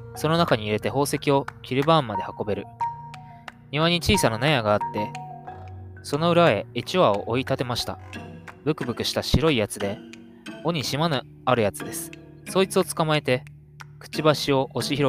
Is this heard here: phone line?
no